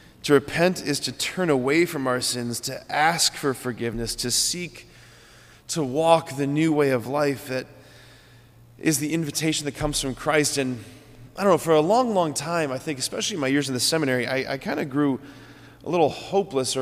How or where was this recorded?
large echoing room